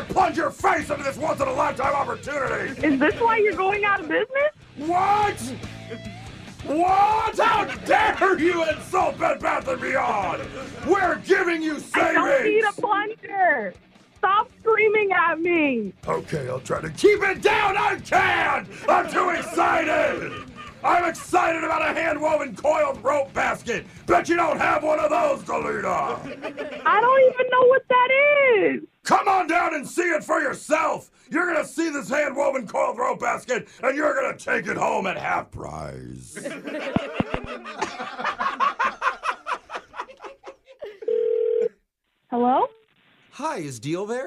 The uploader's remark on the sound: as long as they can stay on the phone